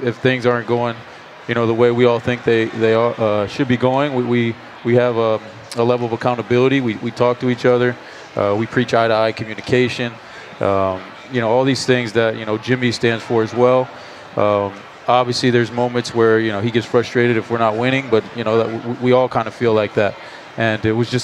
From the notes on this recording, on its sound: Interview LIVE from Summer League. LIVE during NBA Con at Las Vegas Summer League.